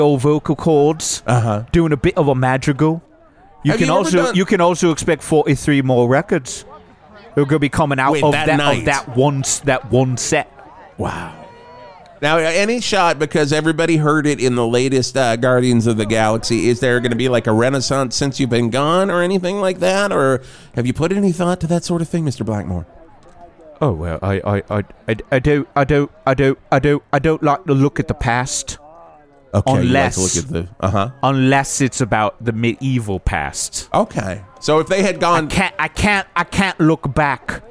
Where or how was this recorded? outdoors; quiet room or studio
outdoors